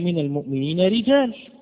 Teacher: راء مرققة قولا واحدا، وهي الراء المكسورة